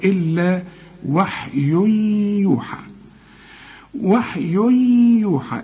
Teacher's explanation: التنوين وبعده الياء، والياء من حروف الإدغام، وكأن الياء دي عليها شدة